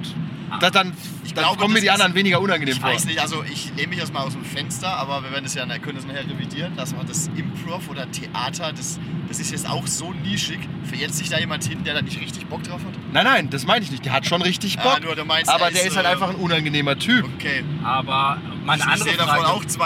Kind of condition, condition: setting, inside a vehicle